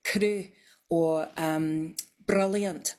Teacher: a tapped R, which is tip of the tongue on the gum ridge bouncing off. So it's like a rolled R, but it's like one instead of many, many all in a row, if you know what I mean.